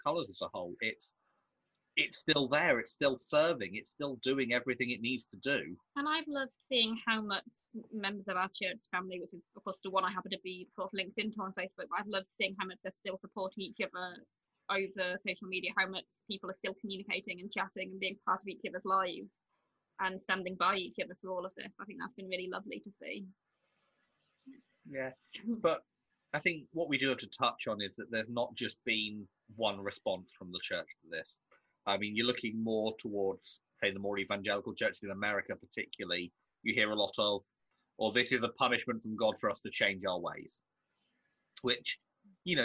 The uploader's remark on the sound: This episode has been recorded over Zoom due to the current restrictions on the Isle of Man. Please be aware there may be some audio quality issues.